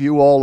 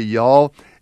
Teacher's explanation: There were tokens of you all around, but it really elided into y'all and accentuated. · Shown in: second take